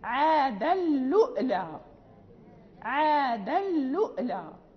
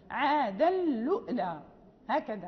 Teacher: وقلنا إن قالون يقرأها بهمزة ساكنة على الواو، بهمزة ساكنة على الواو. عاد اللؤلؤ، عاد اللؤلؤ، همزة فوق